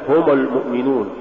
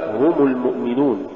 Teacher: ثانيا صور من اللحون الخفية في الحركات، منها تقريب الضمة إلى الفتحة إذا جاء بعدها سكون · Shown in: first take